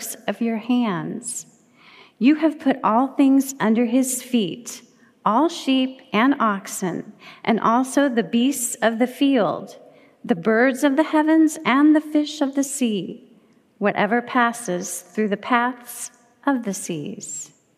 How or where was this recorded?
large echoing room